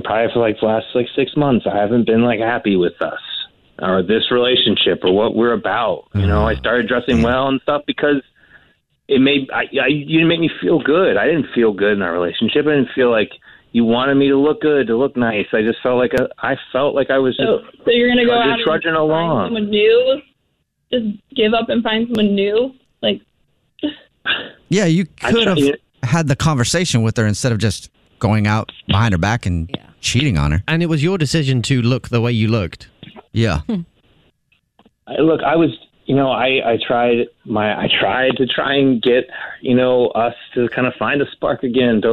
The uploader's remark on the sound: A Phone Prank